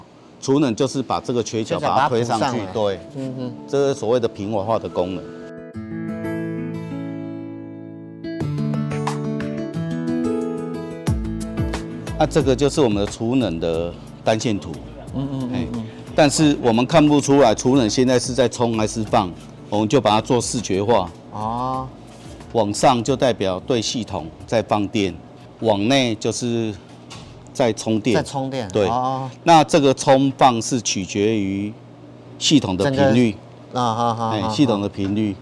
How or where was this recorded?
outdoors